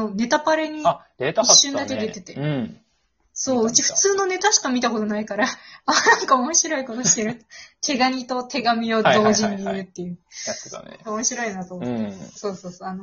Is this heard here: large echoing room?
no